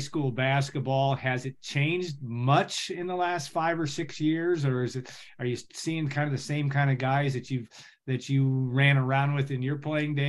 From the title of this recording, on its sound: Birthday Zoom